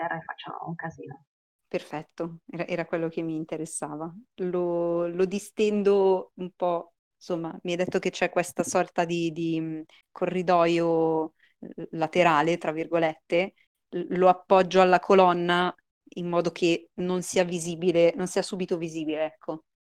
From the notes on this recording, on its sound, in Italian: Purtroppo la qualità audio non è delle migliori, siamo dei poracci e giochiamo via Discord registrando con "Craig Records!".